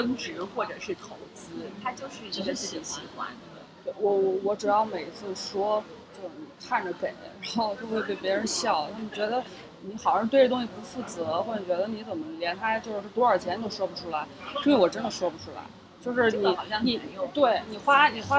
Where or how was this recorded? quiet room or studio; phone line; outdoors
outdoors